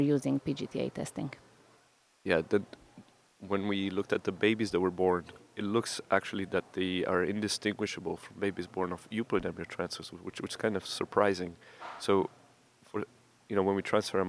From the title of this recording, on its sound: Live from ASRM 2023